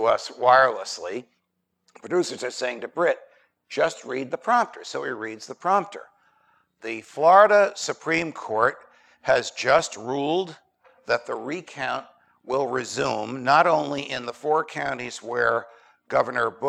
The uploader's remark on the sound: Recorded at Auburn University in Auburn, Alabama, on 24 July 2017. Hosted by the Mises Institute.